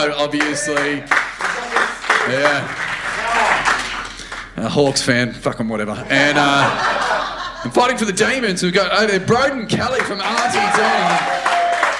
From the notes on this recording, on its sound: Recorded live at the Comics Lounge in North Melbourne, we present our first live show.